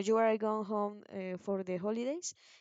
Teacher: con una elevación de tono al final en lugar de mencionarlo con otro acento